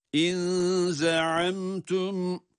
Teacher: Burada ihfa. Yani nunun gizlenerek okunması var.